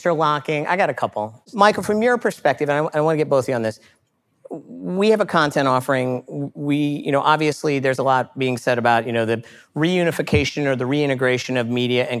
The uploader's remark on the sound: During Advertising Week, Carat and Google invited 100 agency and client leaders to come together to hear a state of the industry and predictions for 2020. For the first time we took the pod LIVE.